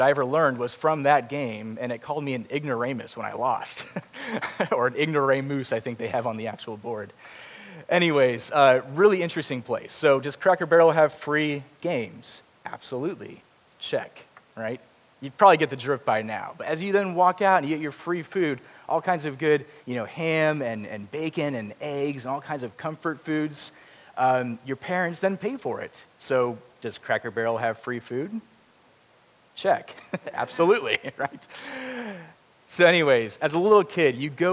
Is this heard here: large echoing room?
yes